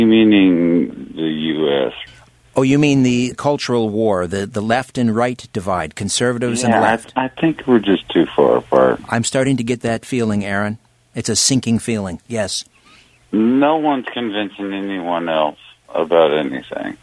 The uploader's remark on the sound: Open Phones